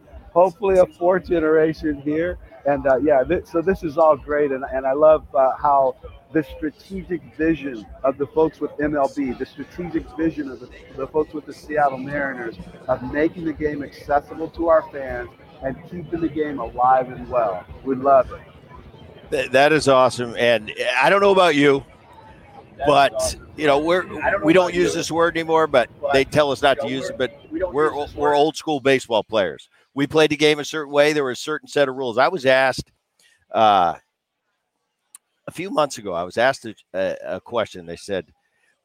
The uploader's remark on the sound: live from the All-Star Game in Seattle